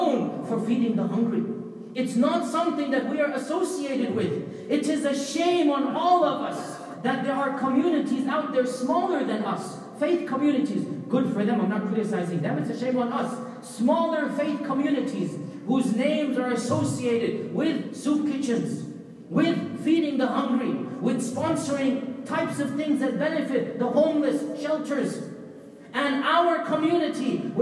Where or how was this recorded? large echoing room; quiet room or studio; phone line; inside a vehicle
large echoing room